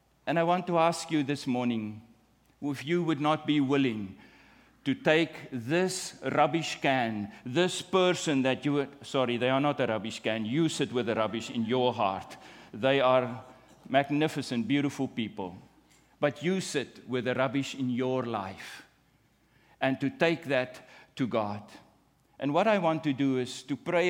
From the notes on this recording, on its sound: at the June 18, 2023 Sunday morning services of Boca Raton Community Church in Boca Raton, Florida